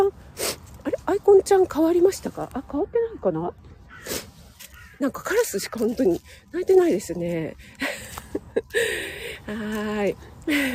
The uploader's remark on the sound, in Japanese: 野外ため、鼻水ズルズルすみません